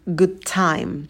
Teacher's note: звук «д» в слове good может пропасть в быстрой речи.